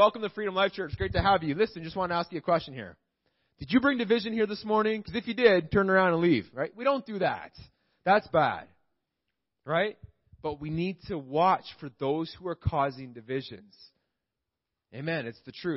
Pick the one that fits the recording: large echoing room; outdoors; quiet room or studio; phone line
large echoing room